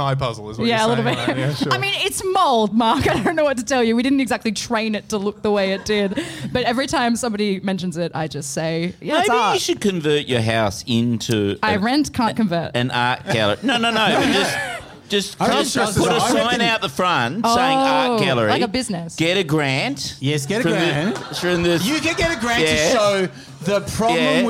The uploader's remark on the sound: The Chaser Report Live & Arty was recorded on the 17th of November at The Tap Gallery.